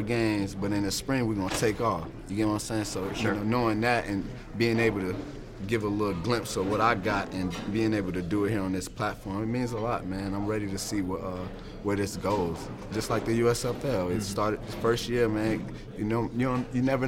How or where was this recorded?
busy venue